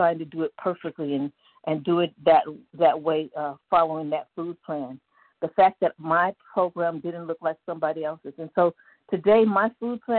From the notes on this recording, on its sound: from the 100 Pounders Phone Meeting, 1/6/24.